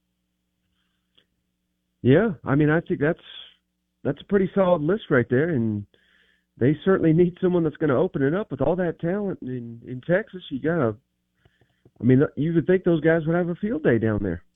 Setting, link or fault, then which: link, phone line